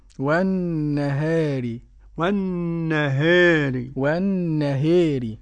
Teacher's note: والنهار قرأ ورش بتقليل الألف قبل الراء المكسورة